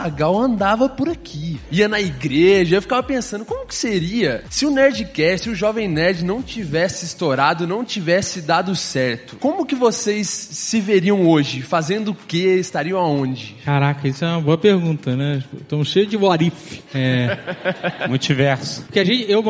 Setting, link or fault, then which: setting, live audience